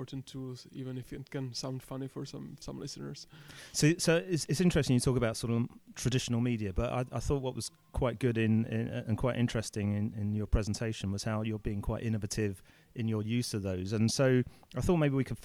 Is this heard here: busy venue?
yes